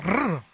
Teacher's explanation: Yeah, you got to get the R. You got to trill the R's, man. You got to hit those heavy.